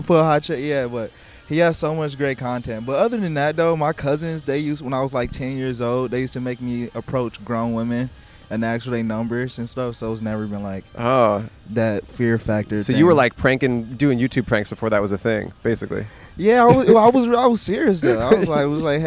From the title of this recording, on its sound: On The Venice Beach Boardwalk